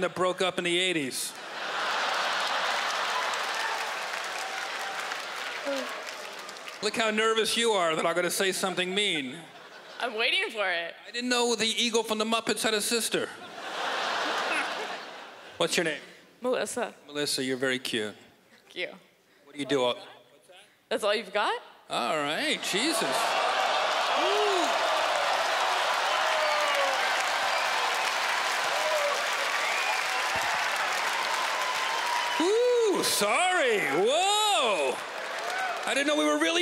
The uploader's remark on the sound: stand up from the Just For Laughs Festival in 2015